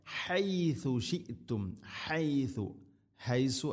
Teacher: ഹ തൊണ്ടയുടെ മധ്യഭാഗം അതുപോലെ ഥൻ്റെ ഉച്ചാരണം പ്രത്യേകം ശ്രദ്ധിക്കണം, സീന് ആവരുത്